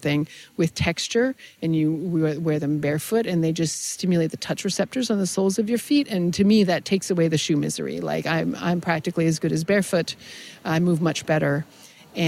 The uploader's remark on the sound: We sat down at a local park and had a conversation.